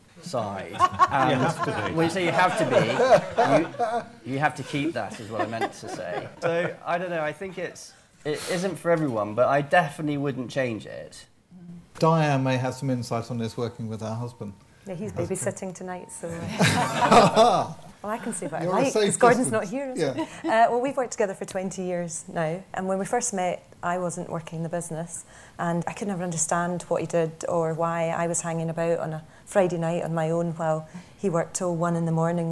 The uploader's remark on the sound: Live panel debate. In front of an invited audience at the Financial Times in London.